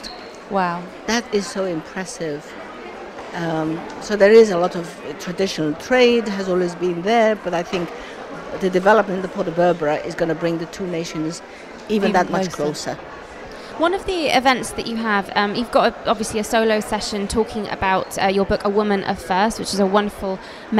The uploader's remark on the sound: live at the Emirates Airline Festival of Literature